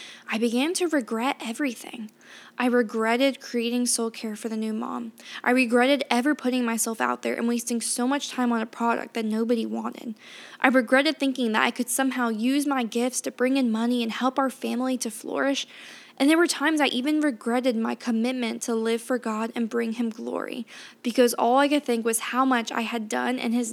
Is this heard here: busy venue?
no